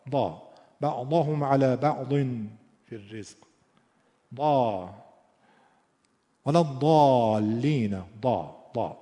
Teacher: فعلا اگه زاد رو دال مفخم بگید اشکال نداره · Term: زاد مصری